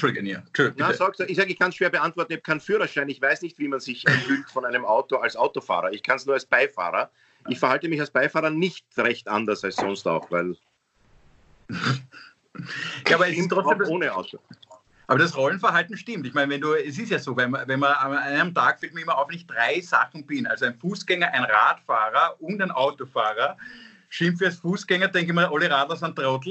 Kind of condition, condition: link, video call